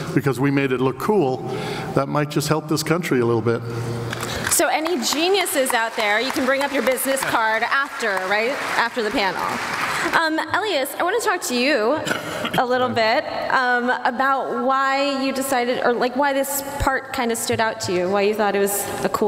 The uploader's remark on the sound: Comic-Con 2014 - Scorpion Panel